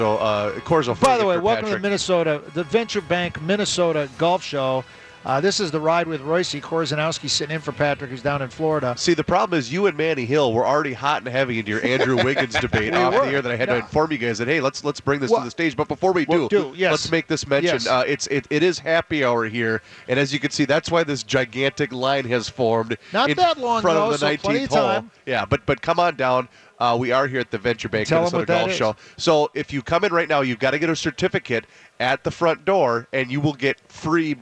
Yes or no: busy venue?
yes